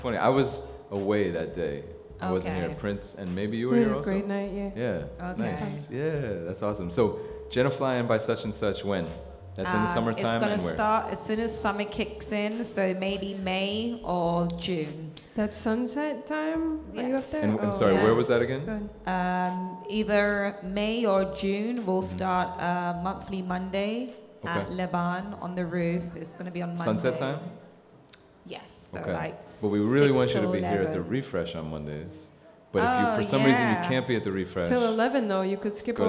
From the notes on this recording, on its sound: Originally broadcast live on March 28, 2016 from the storefront of Meridian 23 music bar